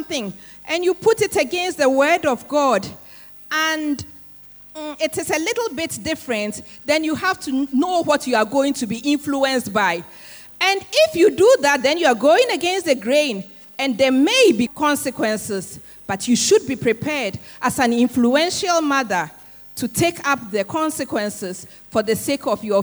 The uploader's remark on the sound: Sermon preached at CBC Adabraka Campus